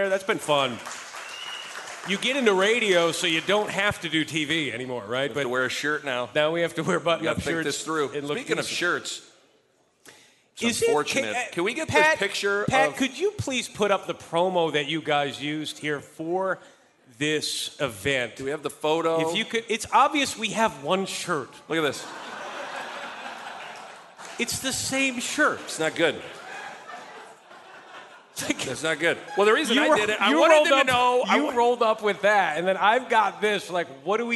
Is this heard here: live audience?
yes